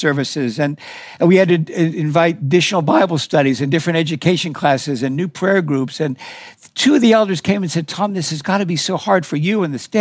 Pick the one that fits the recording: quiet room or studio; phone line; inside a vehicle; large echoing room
large echoing room